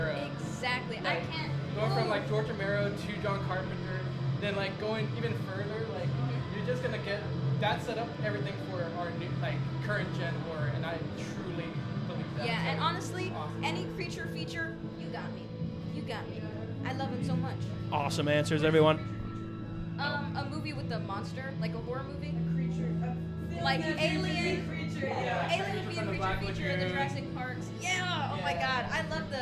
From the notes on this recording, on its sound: LIVE AND DIRECT FROM THE GALVAN BALLROOM